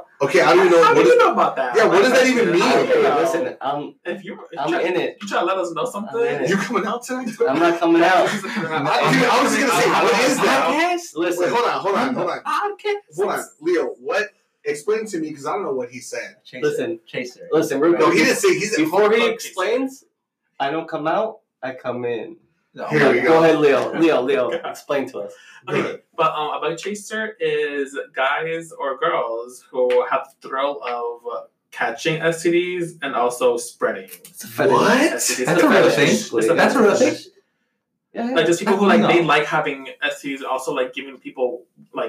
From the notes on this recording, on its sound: Our first episode recorded on a simple blue yeti microphone. Next few episodes will be recorded with better mic's sorry for the quality its our first episode lol.